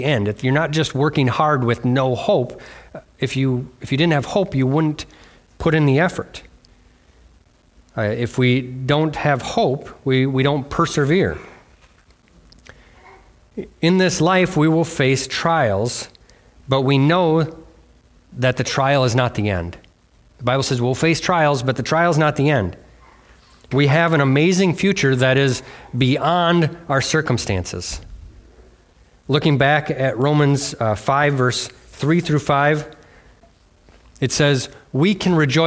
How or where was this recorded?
large echoing room